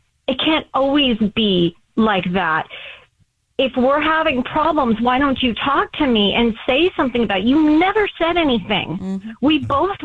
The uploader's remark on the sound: There is a woman on the phone who thinks her boyfriend is cheating on her.